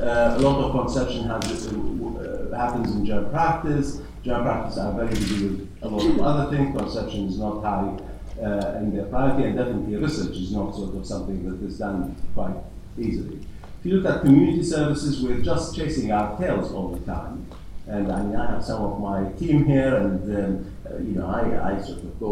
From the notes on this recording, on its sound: Recorded at the Faculty of Family Planning and Reproductive Healthcare annual symposium in Warwick this year.